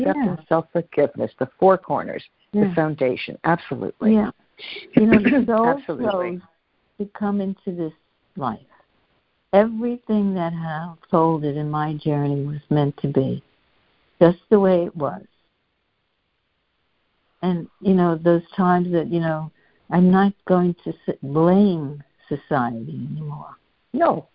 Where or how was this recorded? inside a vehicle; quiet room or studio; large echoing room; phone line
phone line